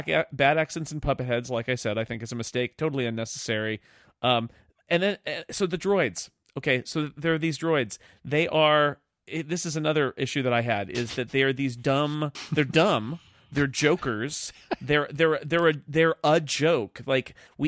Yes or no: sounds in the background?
no